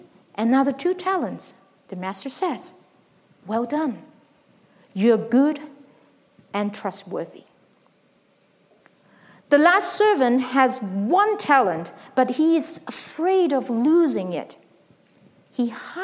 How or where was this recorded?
large echoing room